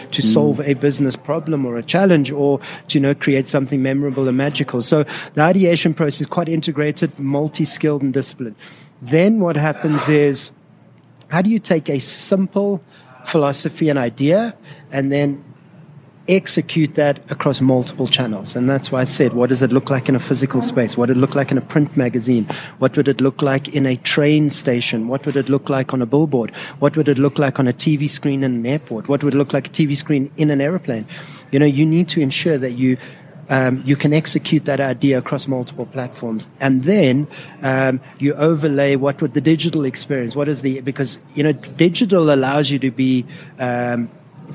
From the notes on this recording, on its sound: live inside one of their most recent design projects - the “Saint” restaurant in Sandton JHB